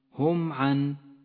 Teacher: هم عن الميم الساكنة وبعدها حرف العين من حروف الإظهار الشفوي تظهر الميم الساكنة من غير غنة أو تشديد